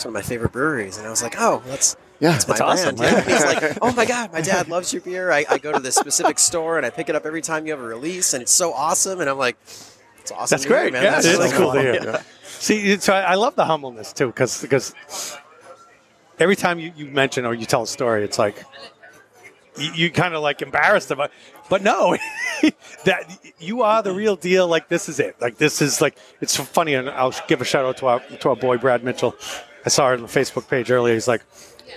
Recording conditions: busy venue